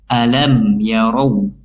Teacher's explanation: Alam yarau idhar syafawi, hukum bacaannya dan cara membacanya yaitu mim sukun dibaca jelas tanpa dengung